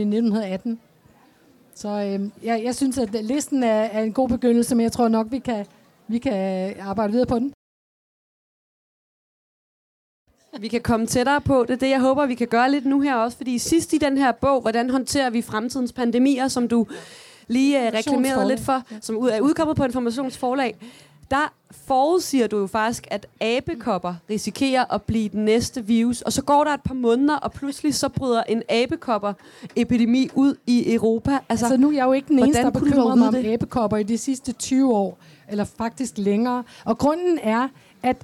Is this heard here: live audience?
yes